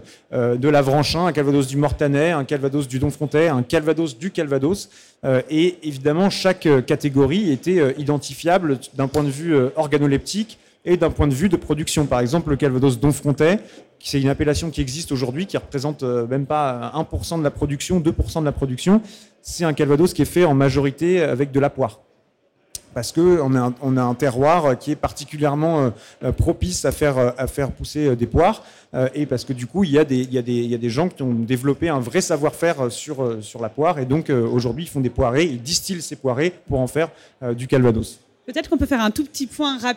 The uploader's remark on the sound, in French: sur la Scène Liquide Omnivore Food Festival 2021